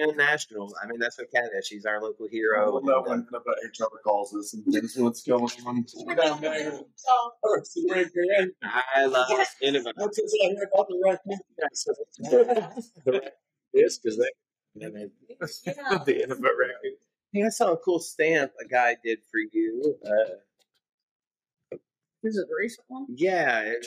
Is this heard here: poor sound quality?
yes